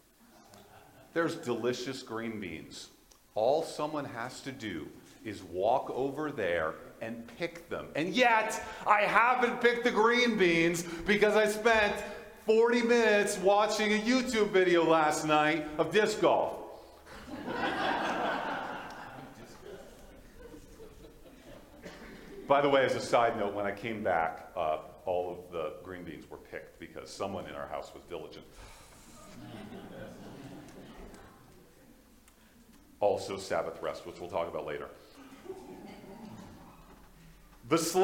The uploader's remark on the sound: This is a Audio from the Valley Alliance Church in Fort Qu'Appelle Saskatchewan